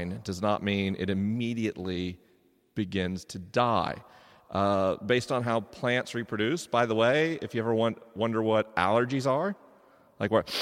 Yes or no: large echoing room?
yes